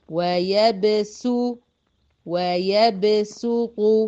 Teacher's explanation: سو مش صاد، سين ضمة، يبقى هنطق سين مضمومة